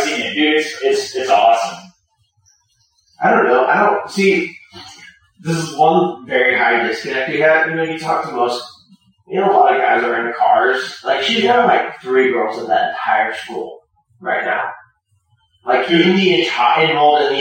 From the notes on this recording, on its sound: The audio quality remains bad